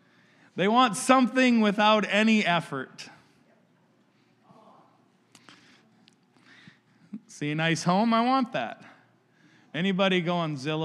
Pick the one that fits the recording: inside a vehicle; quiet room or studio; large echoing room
large echoing room